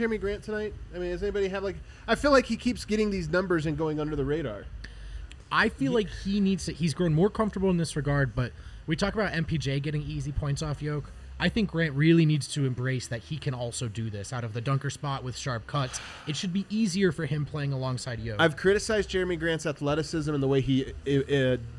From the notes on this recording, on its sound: The guys are live from the DNVR Bar